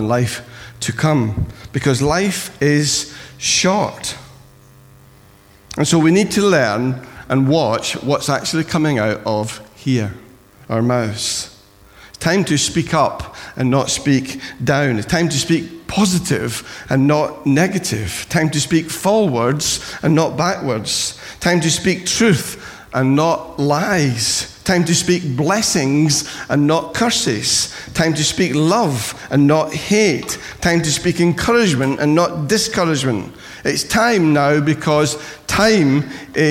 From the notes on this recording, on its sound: Recorded at freedomcentre church, Preston on Sunday 22nd January 2017